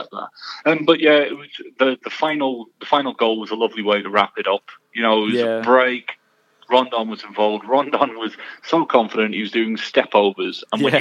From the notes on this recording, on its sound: is joined on the phone